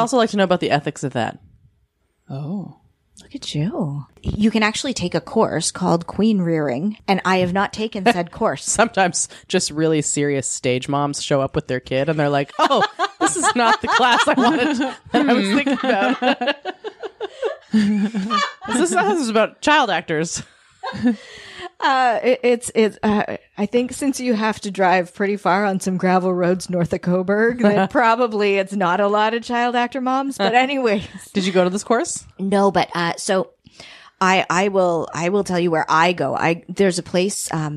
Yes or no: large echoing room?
no